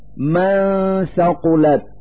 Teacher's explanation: نلفظ النون الساكنة من كلمة من مخرج الثاء من كلمة ثقلت، فنقول من ثقلت مع إظهار الغنة التي تدل على وجود نون ساكنة.